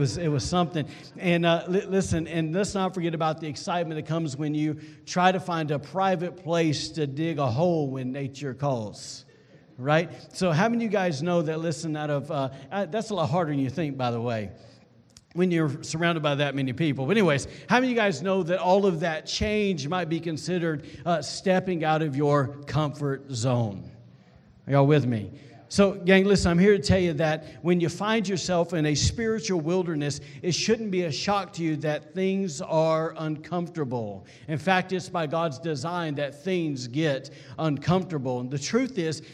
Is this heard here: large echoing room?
yes